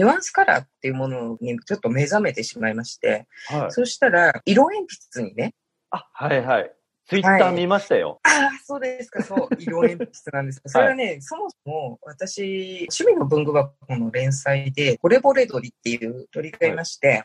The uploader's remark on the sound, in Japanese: 収録環境のため音飛びすることがあります。すみません。